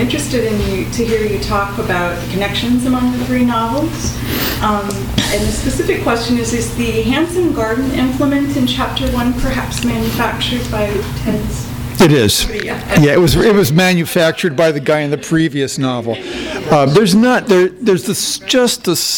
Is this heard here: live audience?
yes